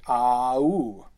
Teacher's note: if you think about that sound ow, you can hear it's made up of two different vowel sounds